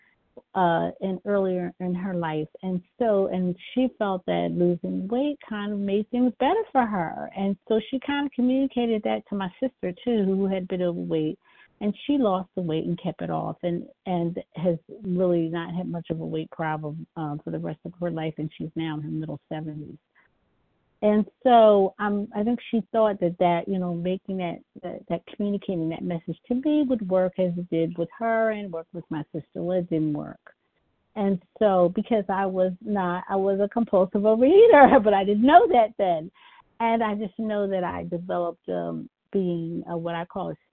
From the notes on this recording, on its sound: 100 Pounders Phone Meeting, 6/19/23.